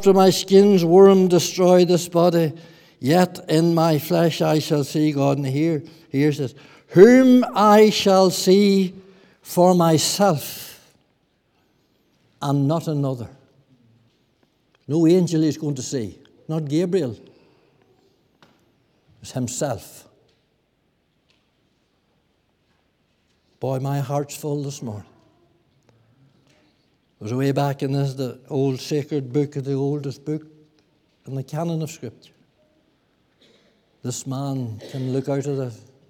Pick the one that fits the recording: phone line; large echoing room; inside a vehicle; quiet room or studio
large echoing room